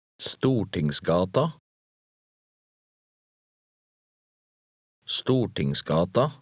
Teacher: Notice the S sound between Storting and the word for street. Many combined words are linked by an S in Norwegian.